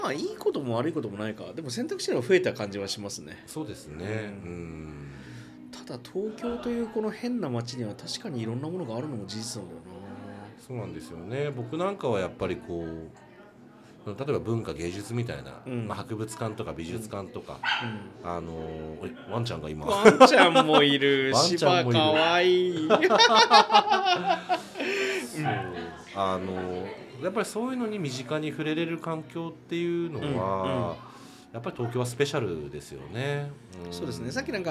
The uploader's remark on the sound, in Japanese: 今回は対面です！東京での収録です！東中野にあるPodcastスタジオとクラフトビールのお店「雑談」にて録りました。